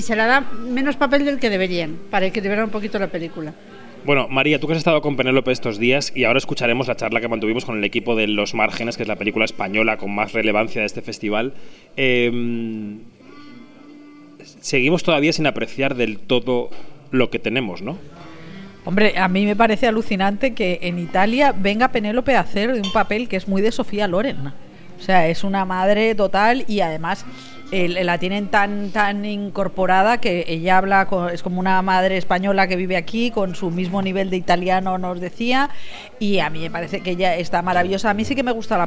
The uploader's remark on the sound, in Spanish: En Kinótico diseccionamos la sección oficial de la Mostra de Venecia 2022 en un programa-cena con varios periodistas que cubren el festival italiano.